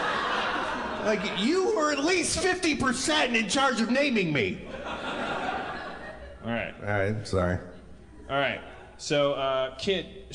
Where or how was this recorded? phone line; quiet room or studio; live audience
live audience